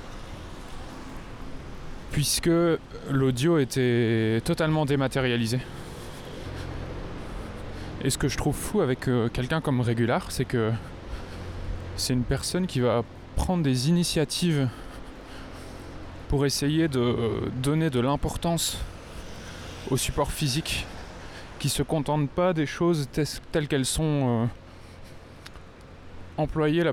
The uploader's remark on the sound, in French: Cet épisode a été Lmajoritairement enregistré en pleine rue. C'est un plaidoyer pour l'utilisation d'une bonnette anti-vent efficace.